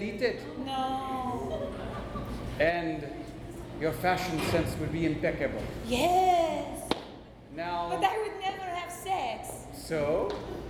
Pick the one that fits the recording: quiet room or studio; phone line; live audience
live audience